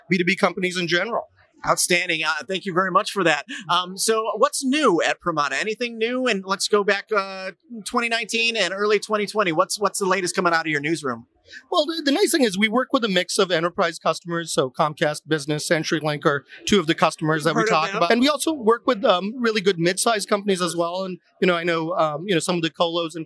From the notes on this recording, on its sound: Live from Metro Connect 2020